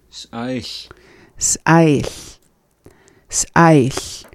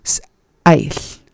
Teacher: So you have that quick pause between the beginning of the word and the rest of the word.